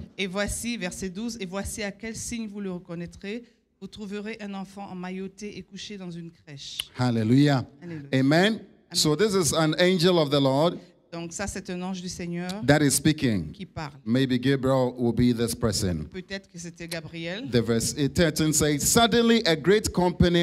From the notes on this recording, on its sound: Preached during Joyful Hour Sunday Service